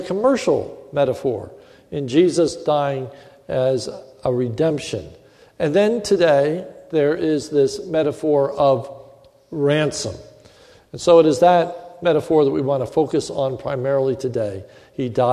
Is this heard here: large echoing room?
yes